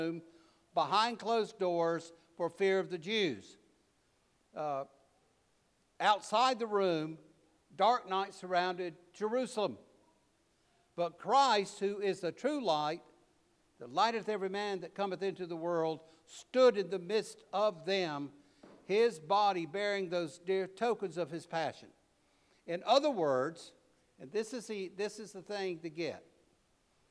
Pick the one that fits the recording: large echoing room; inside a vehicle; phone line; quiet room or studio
large echoing room